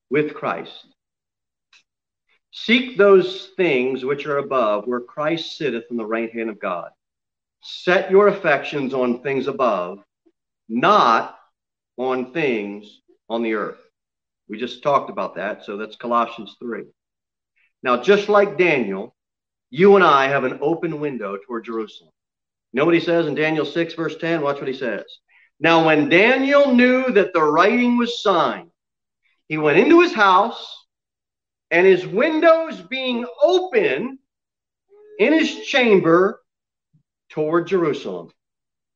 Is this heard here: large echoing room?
yes